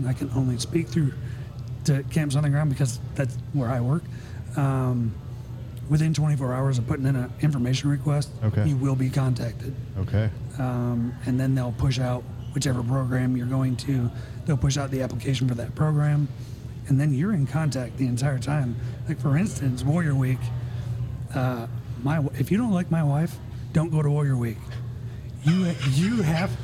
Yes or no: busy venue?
yes